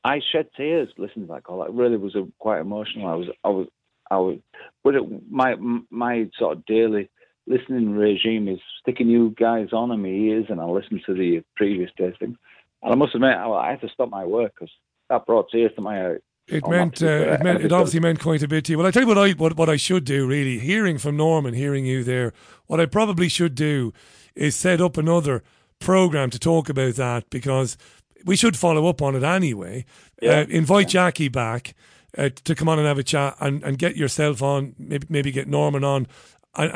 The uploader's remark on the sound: It's the Global Phone-In